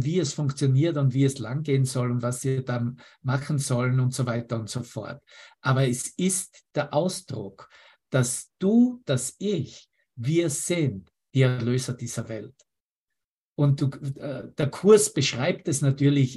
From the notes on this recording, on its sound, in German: Zoom-Session. Veranstaltet von der Aleph Akademie.